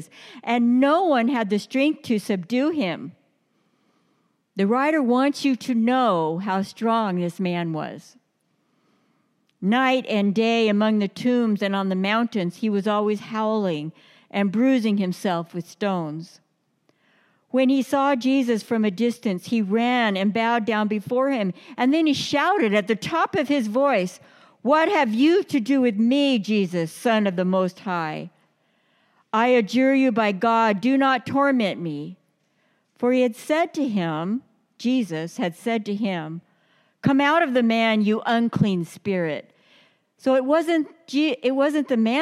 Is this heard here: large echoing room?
yes